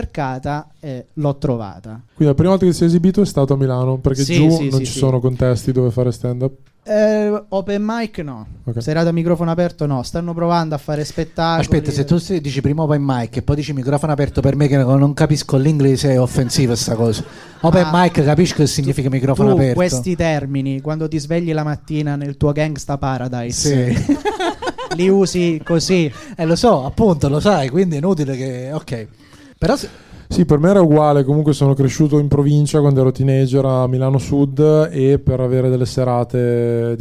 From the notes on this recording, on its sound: Live dal GhePensiMi di Milano